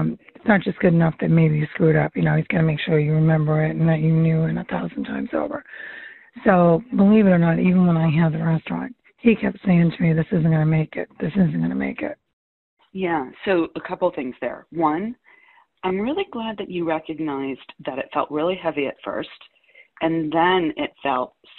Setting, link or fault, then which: link, phone line